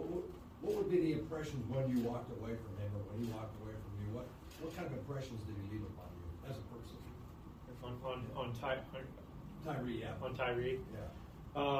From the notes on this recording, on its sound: spoke to the media in the team's Post Day 1 NFL Draft Press Conference